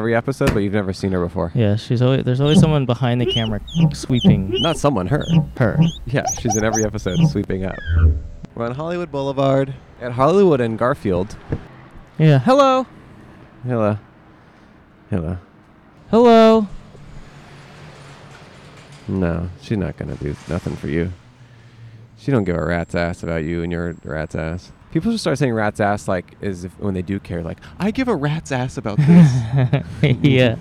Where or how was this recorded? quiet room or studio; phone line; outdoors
outdoors